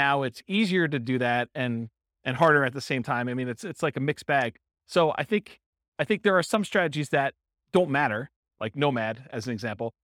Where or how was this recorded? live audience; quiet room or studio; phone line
live audience